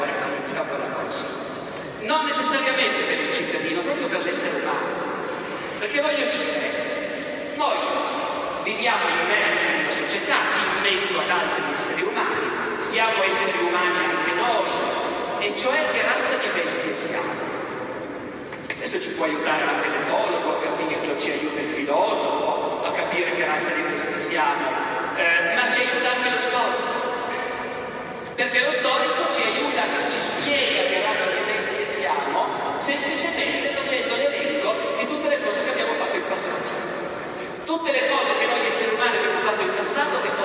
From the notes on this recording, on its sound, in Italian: (Bologna, 2023). Festa Internazionale della Storia. Audio registrato in loco - remasterizzato e migliorato.